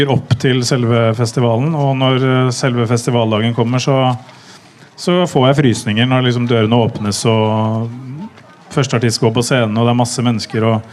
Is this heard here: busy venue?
yes